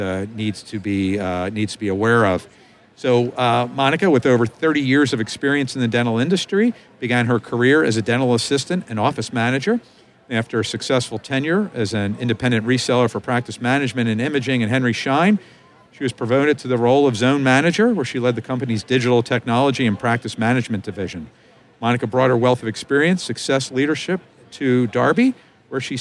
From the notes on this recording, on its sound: live from the Darby booth at the GNYDM 2019